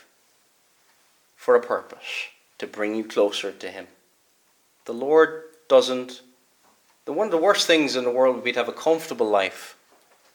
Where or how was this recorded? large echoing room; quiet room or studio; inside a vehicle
large echoing room